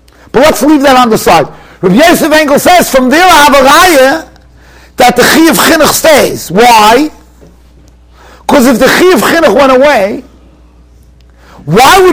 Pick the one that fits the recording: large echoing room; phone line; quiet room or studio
large echoing room